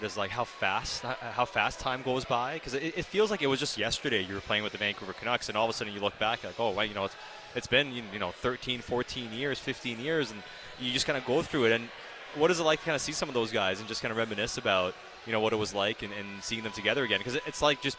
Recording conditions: busy venue